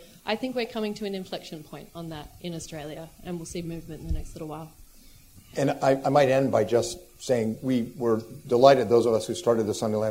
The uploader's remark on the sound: The United States Studies Centre and the National Endowment for Democracy (NED) hosted a special event. The event featured a keynote address followed by a panel discussion.